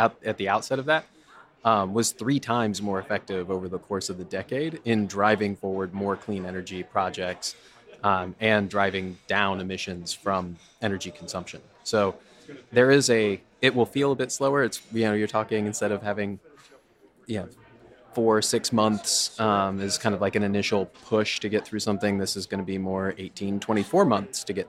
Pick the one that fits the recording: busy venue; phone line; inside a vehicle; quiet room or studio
busy venue